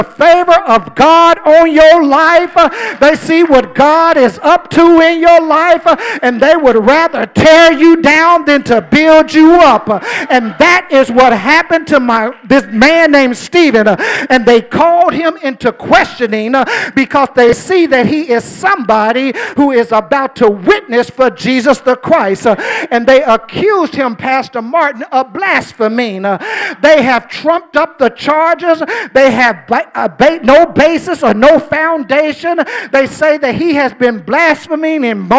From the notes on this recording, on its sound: during our First Sunday Night Fellowship